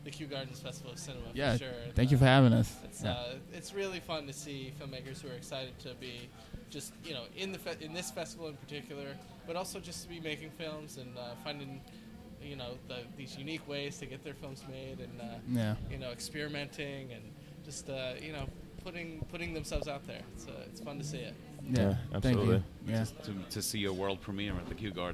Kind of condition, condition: setting, busy venue